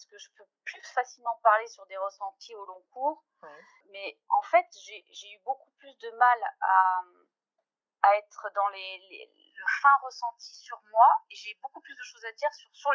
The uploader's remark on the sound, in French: Les conditions d'enregistrement n'étaient optimales, je fais une nouvelle fois appel à votre indulgence sur la qualité audio de cet épisode !